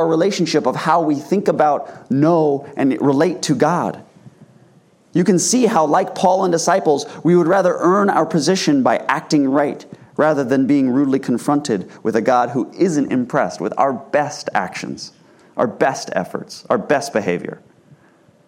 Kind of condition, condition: setting, large echoing room